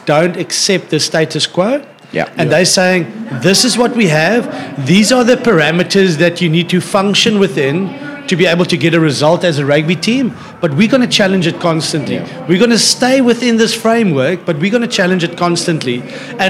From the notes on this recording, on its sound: We're back live from the Cape Town 7s.